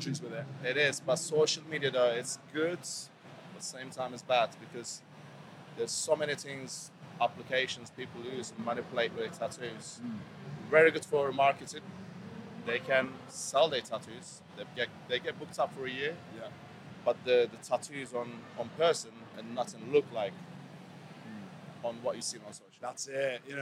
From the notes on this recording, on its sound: This week's special episode was recorded live from the Big London Tattoo Show at the ExCel.